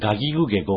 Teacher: 鼻にかかってるような音になる